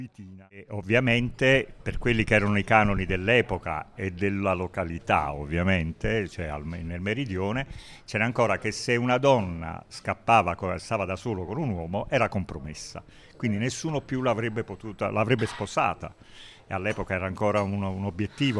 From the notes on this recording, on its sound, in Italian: Il risultato delle registrazioni audio realizzate nel Bar Piazzutta nell’omonimo quartiere goriziano.